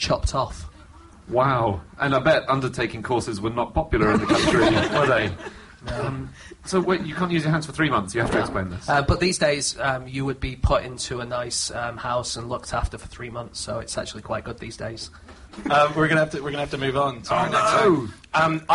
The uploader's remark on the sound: Live at the Soho Theatre